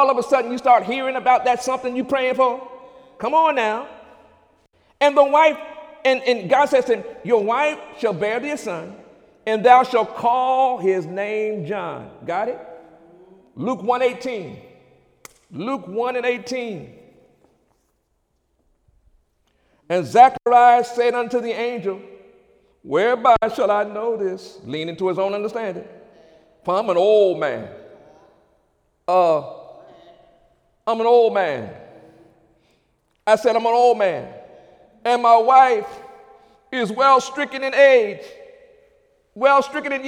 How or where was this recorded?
large echoing room